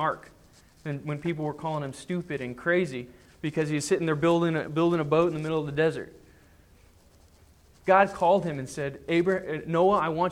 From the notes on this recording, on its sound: Sermon preached on Sunday, January 3, 2010 at the Church of the Good Shepherd in Glendora.